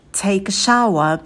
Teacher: Take и артикль «э» мы произносим вместе, получается take a, take a, take a shower. В слове shower у нас трифтонг «our», почетче произносите его.